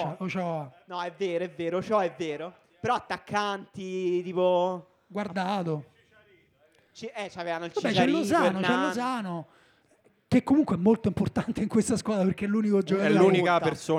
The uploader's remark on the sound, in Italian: Dal vivo in mezzo a voi